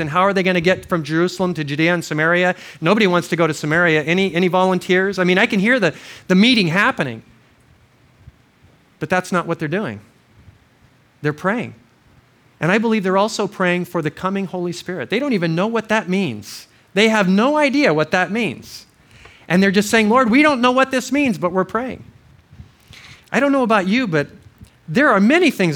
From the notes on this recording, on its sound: This series of audio messages were given at Crossroads Christian Fellowship Kauai in 2005.